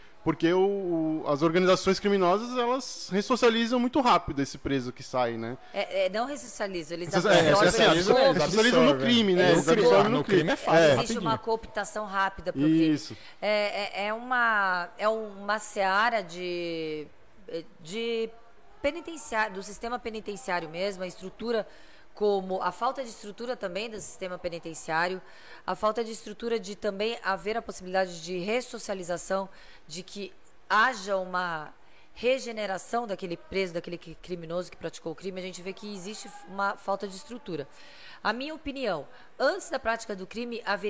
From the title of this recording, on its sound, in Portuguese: Caiçaras Podcast (Ao Vivo)